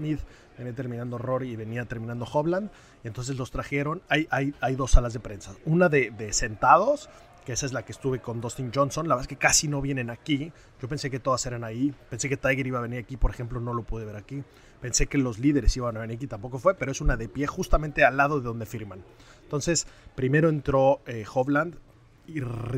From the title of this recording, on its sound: Live From The OPEN